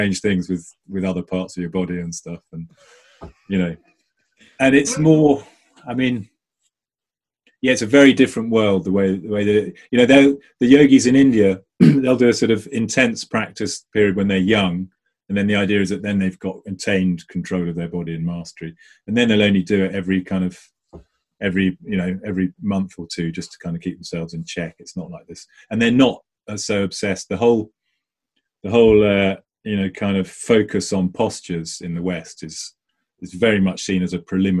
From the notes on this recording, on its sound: zoom talk for the Avon Hang Gliding club